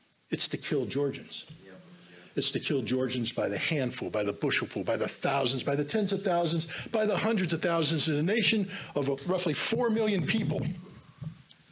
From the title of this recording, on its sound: speaks to the Summit Against Hypocrisy 2023 in Washington DC